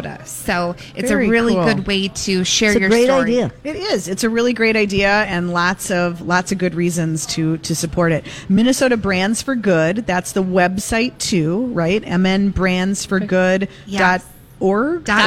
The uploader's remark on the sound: Broadcast live at Max's.